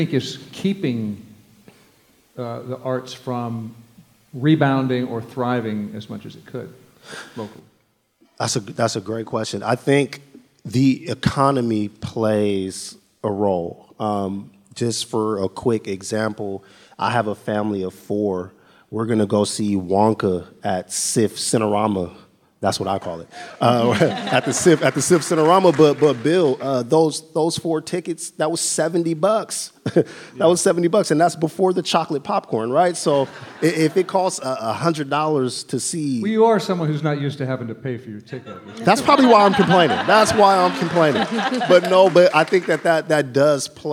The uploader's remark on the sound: at the Year in Review live